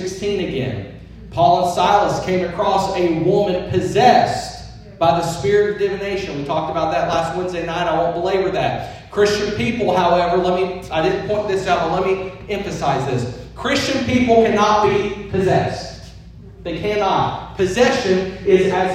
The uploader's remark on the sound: This episode is a different format than our normal episodes as it includes a sermon preached at our church in Tennessee.